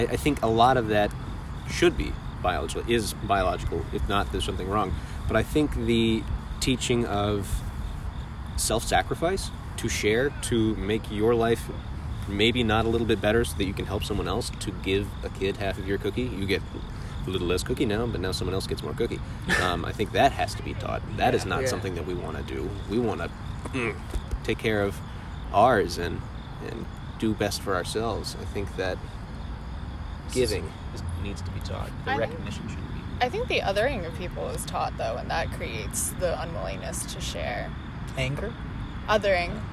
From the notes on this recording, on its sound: Joined by a group of friends enjoying a day outside in nature.